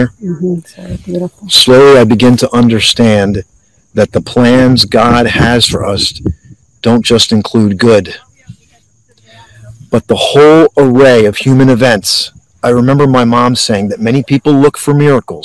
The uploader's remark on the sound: This Episode originally streamed live on location at Flight 93 National Memorial. The audio from this podcast was taken directly from this live stream.